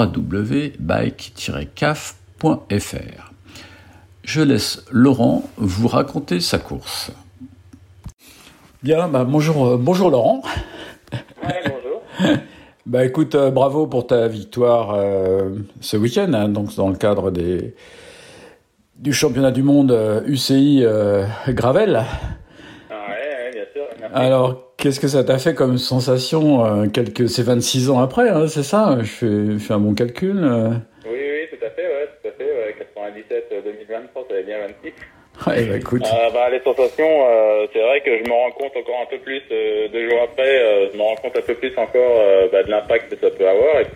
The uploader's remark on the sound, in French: j’appelle au téléphone